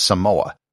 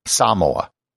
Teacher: putting the accent on the first syllable and using an elongated A · Shown in: second take · Most people will pronounce it without any emphasis, just as Samoa, but it should be Samoa. · Term: Samoan pronunciation